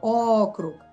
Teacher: Só joga a tônica no primeiro.